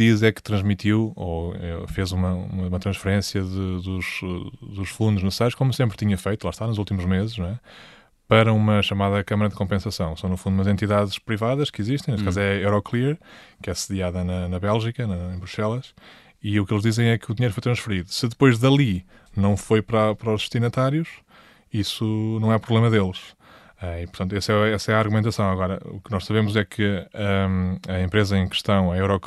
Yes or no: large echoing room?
no